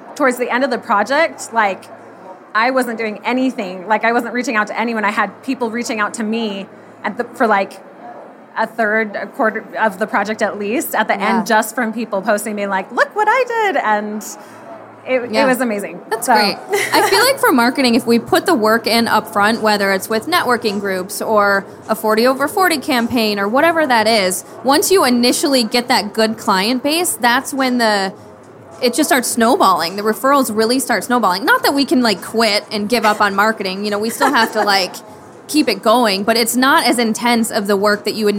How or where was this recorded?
busy venue